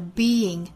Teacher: being 第一个元音是紧音，后面是松音，注意口型从紧到松的过渡